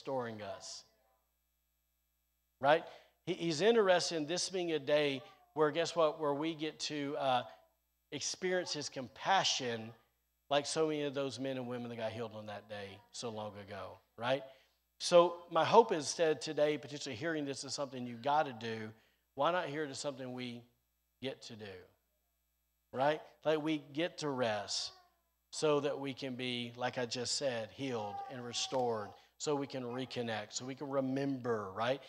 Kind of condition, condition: setting, large echoing room